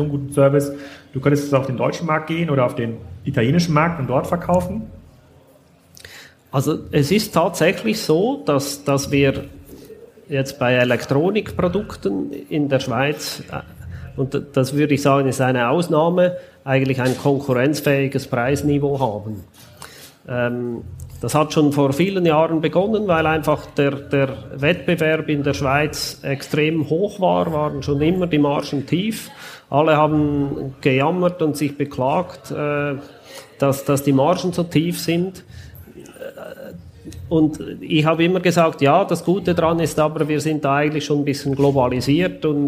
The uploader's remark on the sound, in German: Im Podcast, live von der Züricher E-Commerce Connect, stellt er sich den Wachstumsfragen bei Kassenzone.